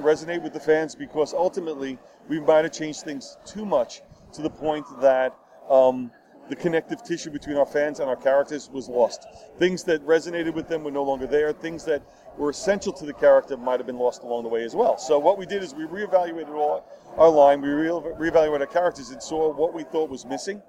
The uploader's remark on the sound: NYCC 2016 Special. Live from New York Comic Con 2016!